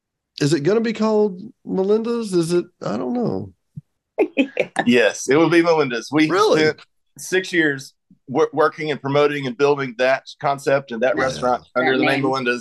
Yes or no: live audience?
no